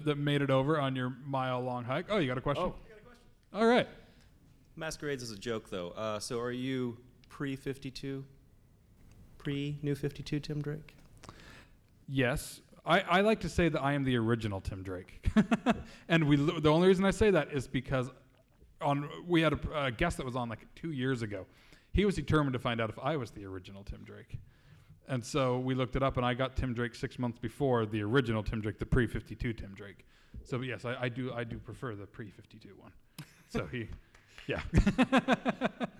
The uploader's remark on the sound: Today's episode is LIVE from 2018 San Diego Comic-Con! Took the show back to San Diego for our 4th year with our first panel exclusive!